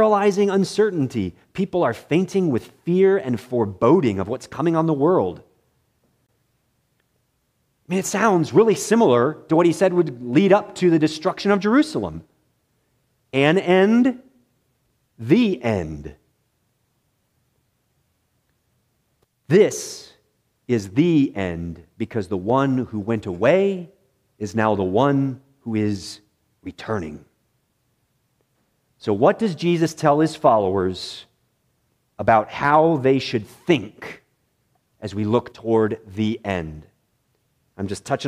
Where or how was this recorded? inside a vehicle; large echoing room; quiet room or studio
large echoing room